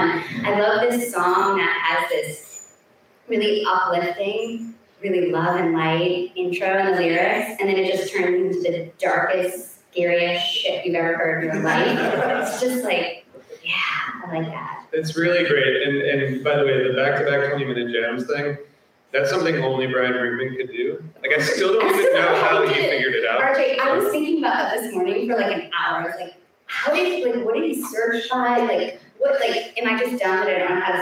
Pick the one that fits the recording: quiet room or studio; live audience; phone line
live audience